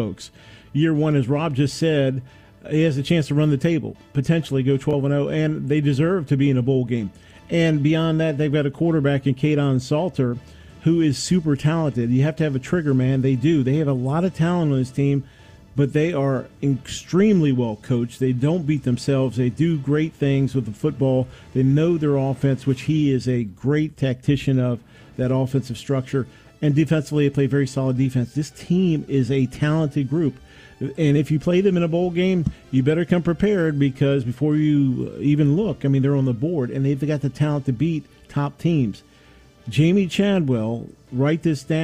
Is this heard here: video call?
no